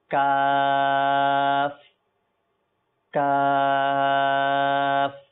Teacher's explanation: জিব্বার গোড়া ও তালুর শক্ত অংশ থেকে উচ্চারণ হবে